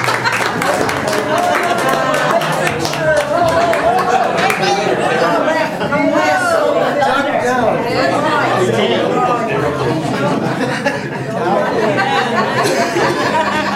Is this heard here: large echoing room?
yes